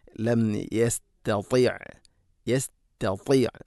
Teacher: ത ഉച്ചരിക്കുന്ന സമയത്ത് നാവിൻ്റെ മധ്യഭാഗം അണ്ണാക്കിലേക്ക് ചേർന്ന് നിൽക്കണം · Term: കനപ്പിച്ചുച്ചരിക്കേണ്ട അക്ഷരമാണ്